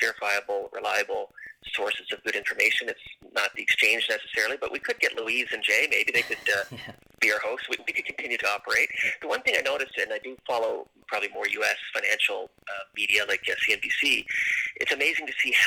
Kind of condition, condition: link, phone line